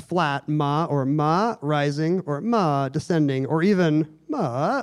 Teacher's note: whether it's flat ma or ma rising or ma descending or even ma, like something with a sine wave to it, like that's four different words